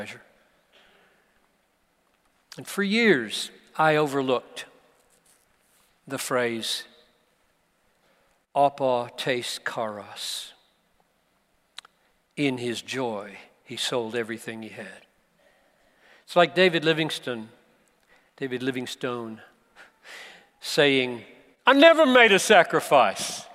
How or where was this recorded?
live audience